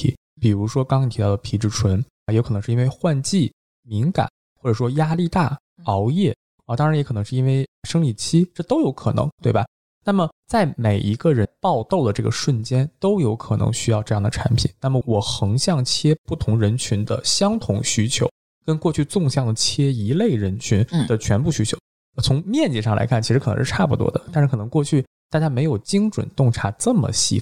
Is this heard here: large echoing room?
no